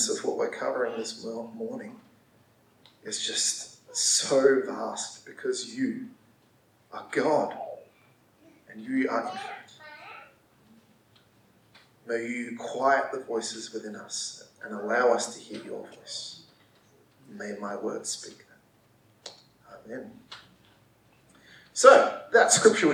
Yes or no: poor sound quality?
yes